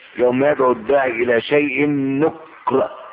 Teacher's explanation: وقرئت بالإسكان بالسكون على الكاف